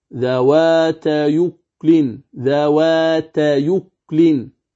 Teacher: فننقل حركة الهمزة المضمومة في أكل إلى الياء · Term: النقل